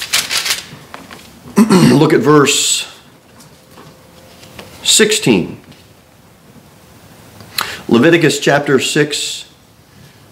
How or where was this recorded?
large echoing room